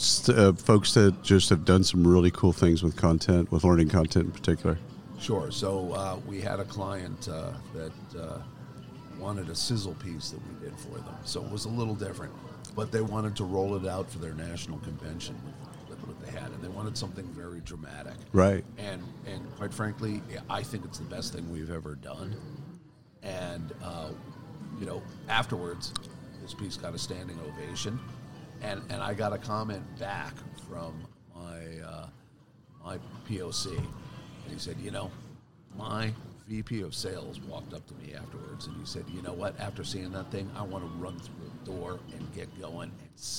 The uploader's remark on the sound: Live from SHRM 2022